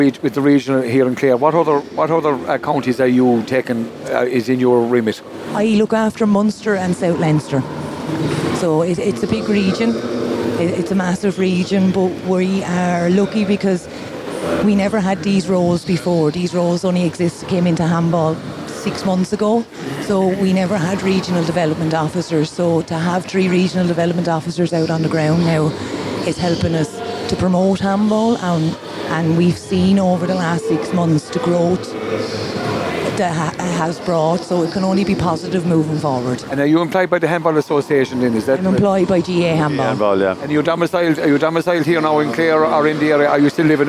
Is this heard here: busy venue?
yes